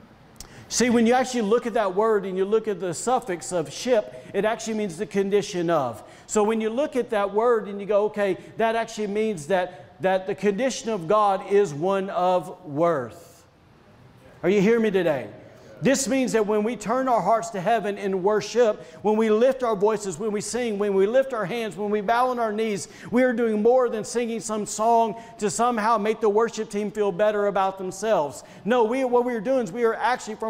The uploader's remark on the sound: was recorded on Sunday, May 23rd, 2021, during service at The Anchor Church in Rockport, Maine.